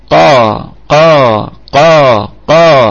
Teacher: القاف في أعلى درجات التفخيم لأنها مفتوحة وبعدها ألف